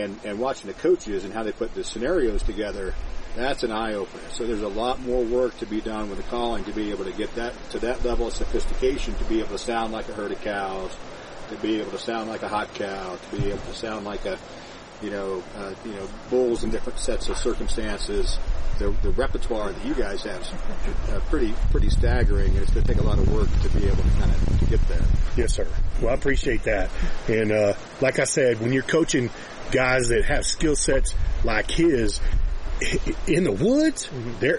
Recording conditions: busy venue